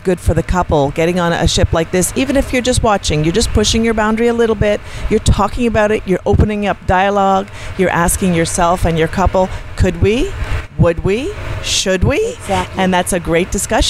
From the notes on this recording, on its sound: we broadcast live from the SDC Caribbean Dreams Cruise